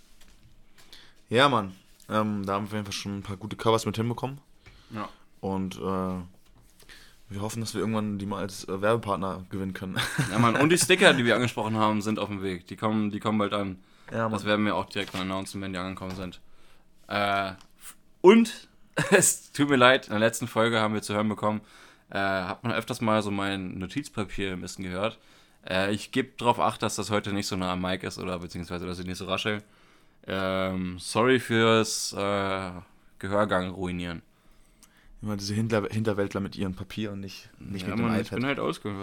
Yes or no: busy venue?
no